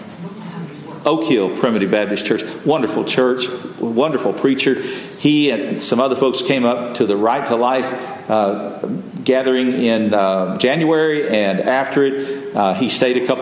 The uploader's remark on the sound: Messages delivered Sunday, September 24, 2023 at Mt Carmel Primitive Baptist Church. At Mt Carmel Primitive Baptist Church, Bel Air.